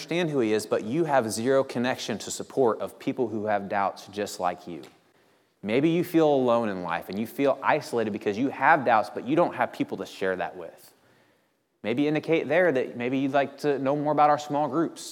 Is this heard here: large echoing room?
yes